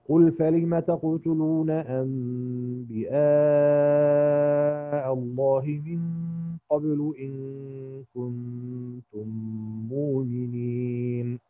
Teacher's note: وطبعا اتفقنا ان أنبياء هنا هيبقى المد البدل فيها ملغي، والحكم هنا للمد المتصل بالإشباع للإمام ورش